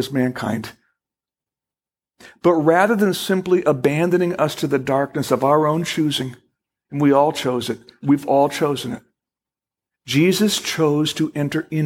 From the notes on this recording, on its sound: Originally Recorded April 6, 2012, at Fellowship Missionary Church, Fort Wayne, IN.